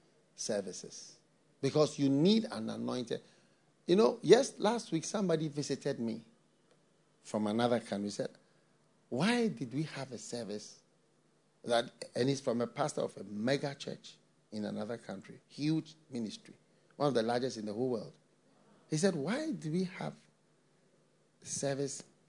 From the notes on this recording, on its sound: message preached at the FLOW Church